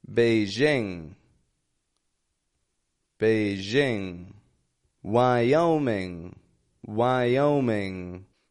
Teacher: Notice I'm not making a g at the ending there. I'm not going Beijing, Wyoming, but I'm holding it.